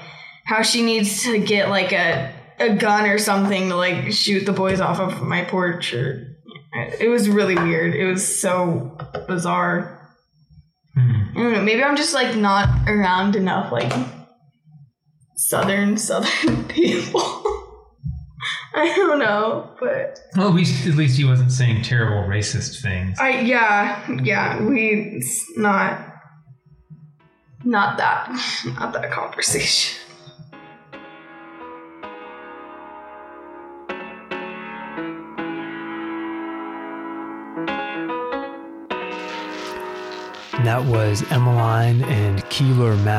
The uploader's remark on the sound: My mic is great in the studio with soundproofing. Not so great as a field mic sitting at a table with two kids. Still, the conversation is worth the listen, even if the sound quality isn't great.